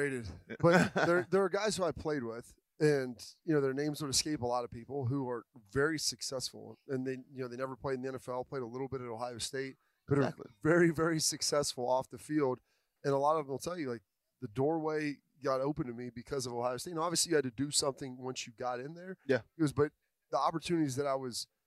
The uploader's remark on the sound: It's Monday and that means it's time for Lettermen Live at wonderful Roosters restaurants.